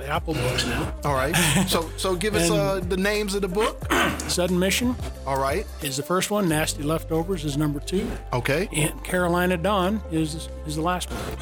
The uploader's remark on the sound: We have a series of Podcasts taped from the recent AWESOME SpoCon in Spokane Washington